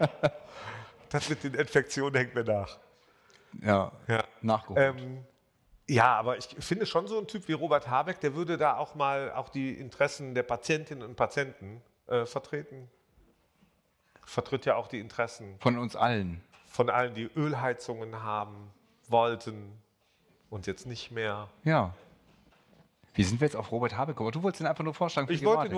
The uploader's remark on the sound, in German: Unser Podcast wurde diese Woche in einem etwas anderen Setting als üblich aufgenommen: nämlich live von der Bühne der MVDA Delegiertenkonferenz. Vor den rund 250 Delegierten.